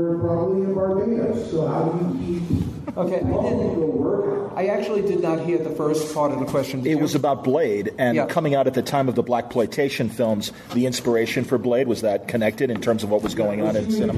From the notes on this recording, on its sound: Live From FanX Con. Just got back from Salt Lake City and will be presenting 2 great conversations live in front of eager audiences.